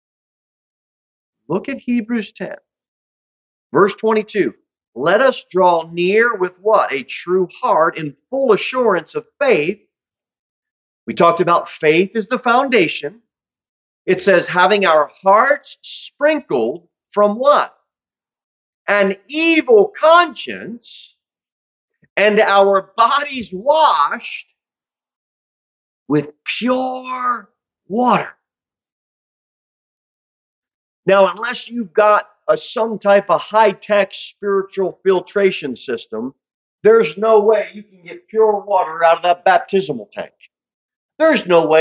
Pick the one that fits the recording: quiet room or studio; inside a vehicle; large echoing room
large echoing room